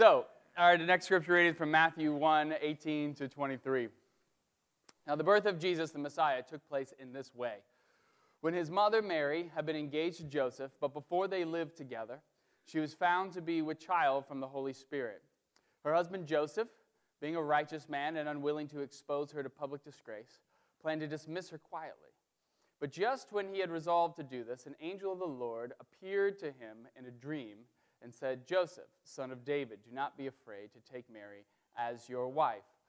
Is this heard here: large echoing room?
yes